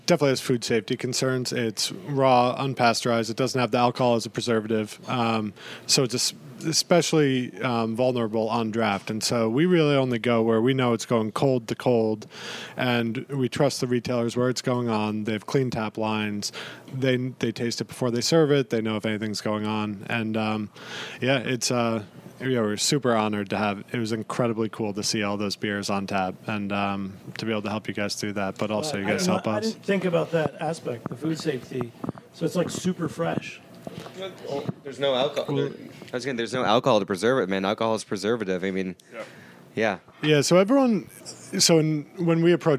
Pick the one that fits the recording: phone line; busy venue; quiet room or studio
busy venue